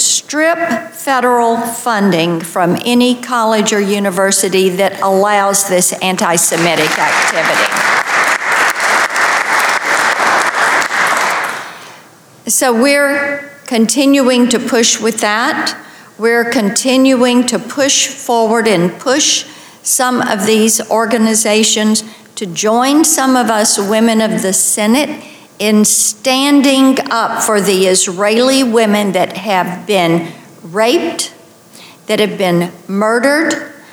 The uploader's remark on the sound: Delivered her remarks at the Solidarity with Israel event, organized by the International Leaders Summit and America's Roundtable. On Capitol Hill.